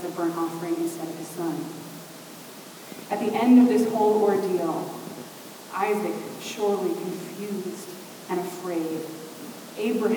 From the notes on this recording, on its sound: We had technical difficulties. The quality of the podcast is not what it has been or will be.